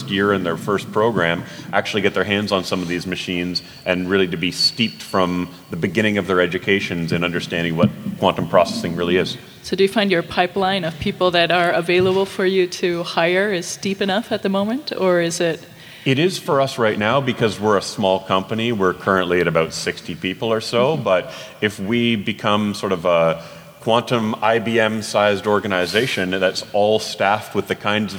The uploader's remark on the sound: In this podcast from from SXSW 2018.